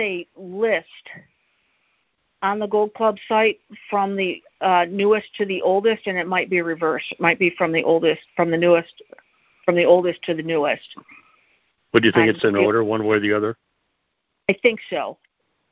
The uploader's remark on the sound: Q&A Call